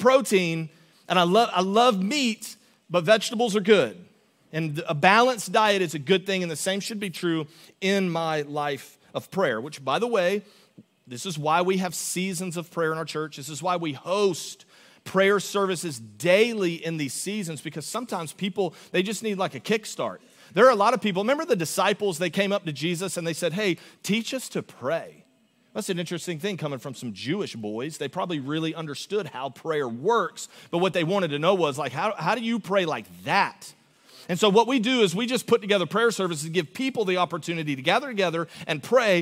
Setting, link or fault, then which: setting, large echoing room